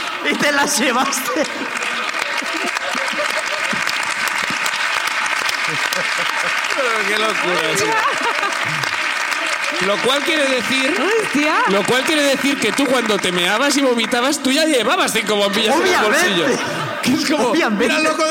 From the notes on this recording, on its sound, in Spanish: La Ruina desde Valencia. El público sube a contarnos sus problemas.